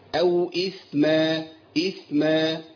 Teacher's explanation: الثاء عندي حرف ساكن، محتاج إن أبين سكونه، والثاء حرف فيه بيمشي فيه الصوت شوية، رخو